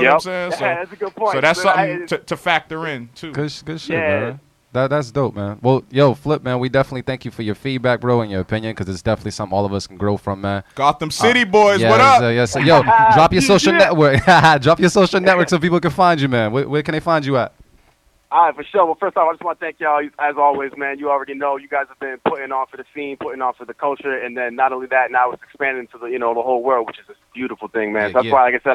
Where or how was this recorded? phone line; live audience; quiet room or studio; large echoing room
phone line